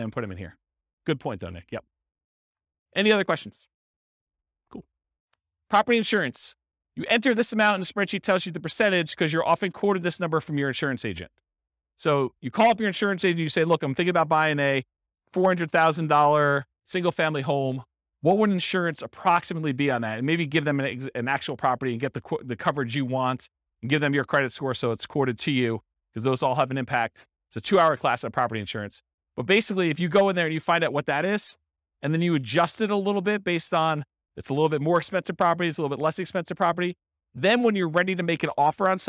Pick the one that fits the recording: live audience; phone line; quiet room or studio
live audience